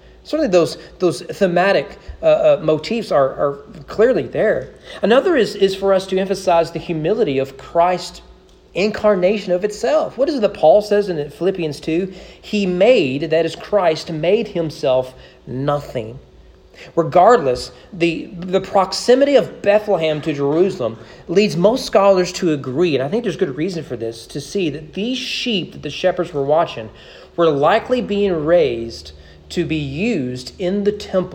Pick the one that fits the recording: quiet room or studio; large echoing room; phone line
large echoing room